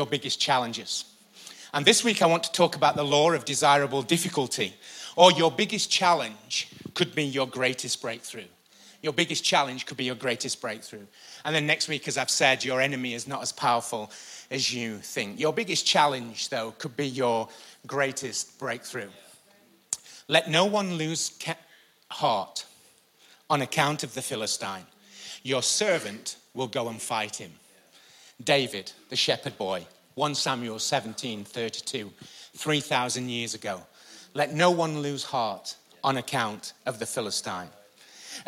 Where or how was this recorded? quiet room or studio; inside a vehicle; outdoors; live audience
live audience